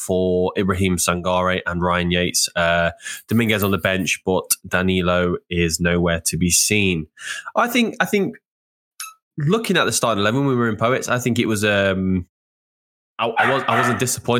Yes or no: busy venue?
no